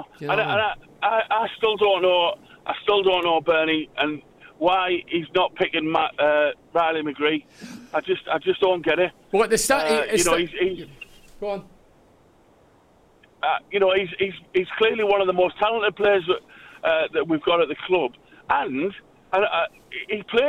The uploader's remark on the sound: Return to a radio phone-in.